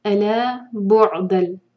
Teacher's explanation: دال کو لام سے جوڑیں گے نون کی آواز نہیں آئے گی · Term: ادغام بغیر غنہ